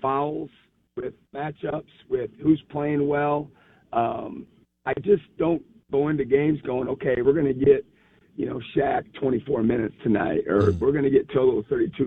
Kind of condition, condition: link, phone line